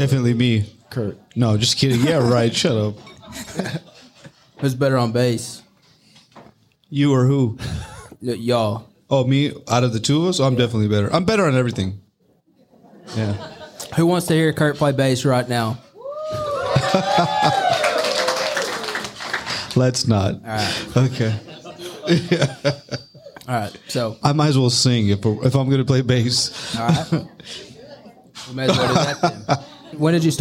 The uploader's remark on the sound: LIVE at Bennett's